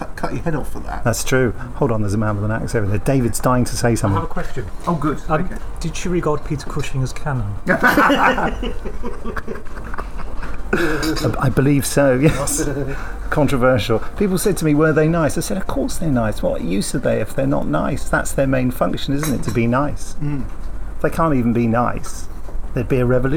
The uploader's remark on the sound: turns up at a company meeting with a recording device determined to do a podcast